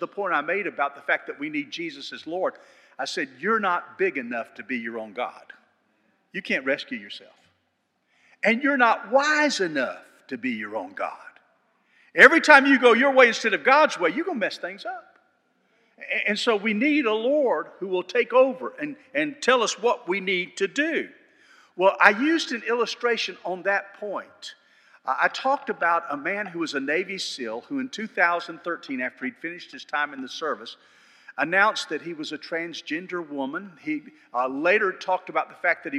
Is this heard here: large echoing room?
yes